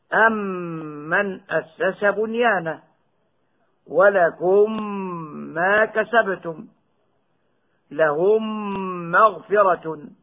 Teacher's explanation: ومعلوم أن الميم متى شددت وجبت الغنة فيها بمقدار حركتين، سواء كانت الميم أصلية أم كانت بسبب الإدغام، كما ننطق بالميم الأصلية وميم الجمع هكذا. · Term: إدغاما صغيرا